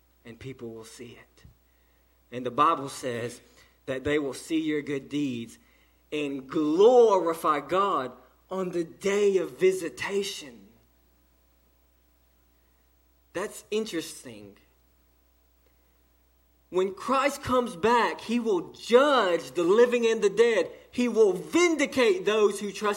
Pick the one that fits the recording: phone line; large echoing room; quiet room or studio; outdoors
large echoing room